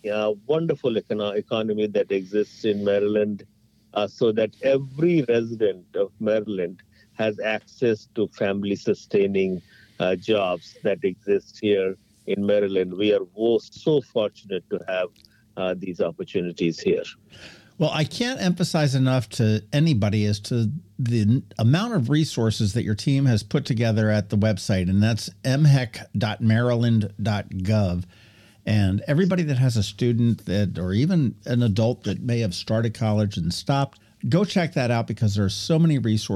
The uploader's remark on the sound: So, we hopped on the phone